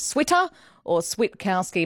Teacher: But maybe, given finals are coming up, and maybe given it will be Sam's final hurrah, we can finally start calling him Switter or Switkowski, making sure there's that emphasis on the T